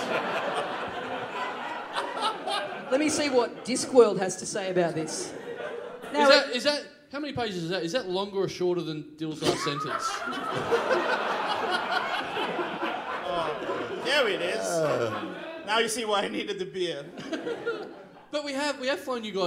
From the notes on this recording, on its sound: Recorded LIVE at The Producer's Bar in Adelaide on August 12, 2014.